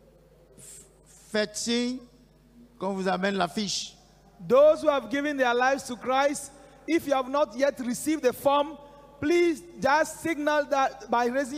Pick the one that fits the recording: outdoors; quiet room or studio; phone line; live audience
live audience